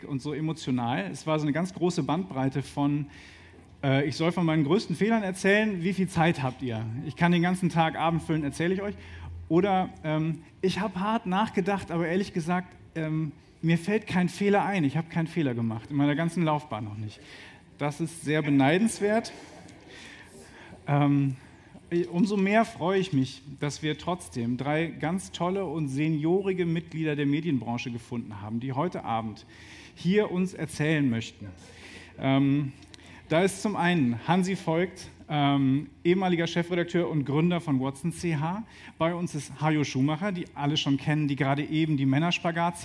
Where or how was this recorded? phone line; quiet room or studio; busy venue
busy venue